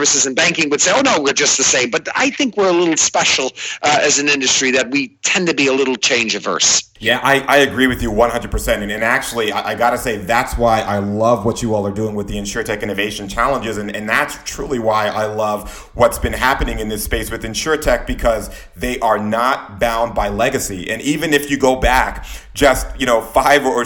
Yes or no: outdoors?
no